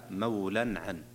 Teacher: إظهار حلقي، لأنه تنوين جاء بعد حرف العين، والعين من حروف الإظهار